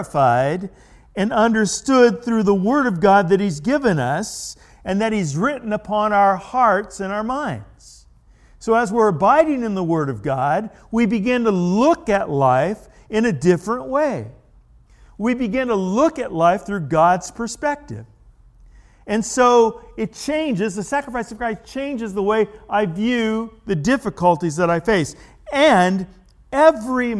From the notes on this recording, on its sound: The original message was delivered at The Warehouse Church in Astatula, Florida on December 2, 2019.